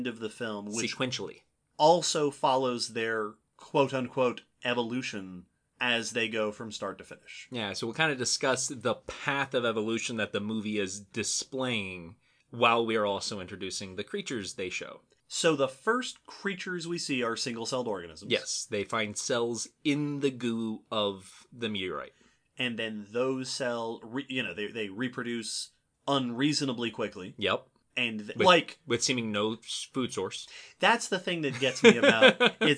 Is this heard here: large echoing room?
no